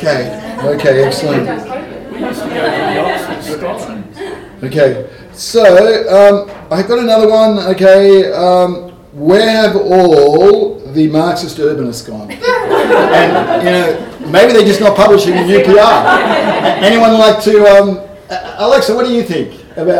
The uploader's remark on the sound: This episode of This Must Be The Place is a live recording from the party held for the 40th anniversary of the journal Urban Policy and Research, which took place at Melbourne University in early 2023. After that it’s a largely unedited live recording of the anniversary proceedings. Most of the recording is a live recording, but with some light edits. There’s a fair bit of room noise, clapping and familiar voices.